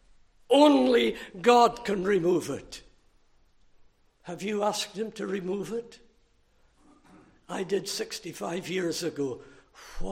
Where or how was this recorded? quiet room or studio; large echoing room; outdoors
large echoing room